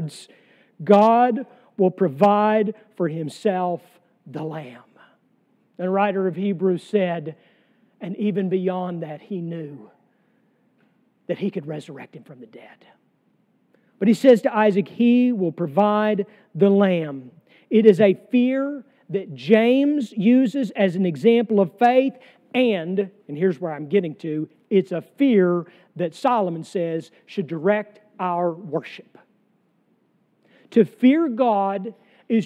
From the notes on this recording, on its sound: sermon from our worship service on July 2, 2023